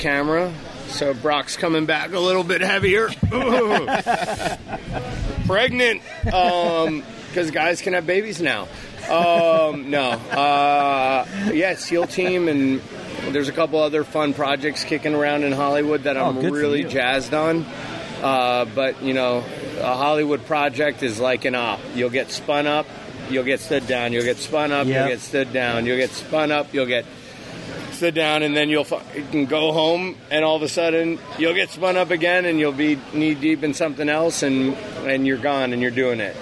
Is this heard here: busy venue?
yes